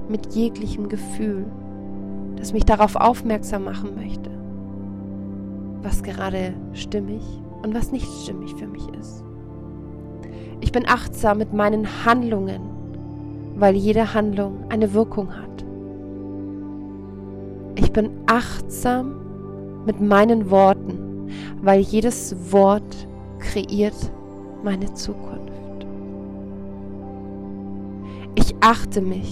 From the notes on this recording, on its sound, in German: Jedes dieser Worte ist gechannelt und wurde aufgenommen an einem wunderschönen Ort in der Natur.